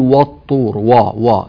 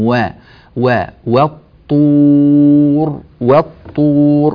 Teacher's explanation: الطاء حرف مفخم جاء قبلها حرف الواو المرققة · Shown in: second take · كثير من الناس عندما يقرأ يفخم هذه الواو فيقول والطور وا وا، لا رققوا الواو بارك الله فيكم، وا وا والطور والطور هكذا.